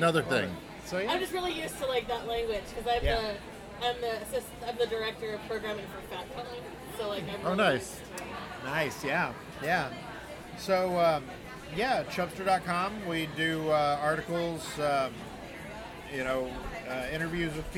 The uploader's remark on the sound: We're recording live from the Chub Hub PDX Body Positive Block Party!